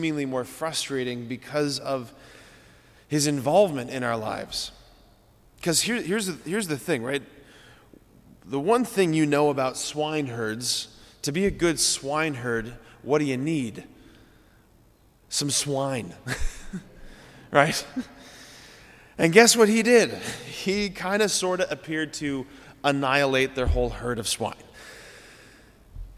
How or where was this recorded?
large echoing room